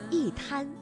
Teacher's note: 因为一滩当中的滩是阴平字，也就是一声字。所以呢，我们应该读去声一滩